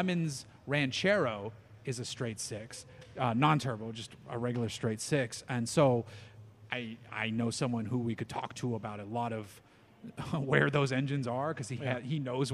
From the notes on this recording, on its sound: We recorded this episode live at Four Sons Brewery in Huntington Beach, CA.